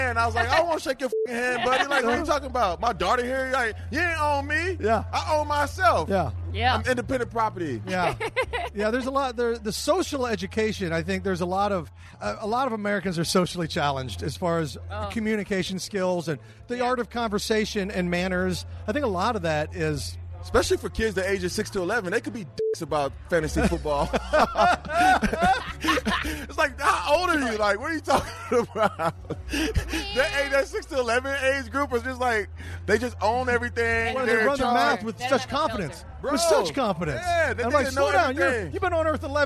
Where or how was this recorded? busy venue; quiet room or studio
busy venue